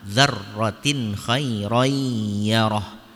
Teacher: Ro-nya seharusnya dibaca dengan tebal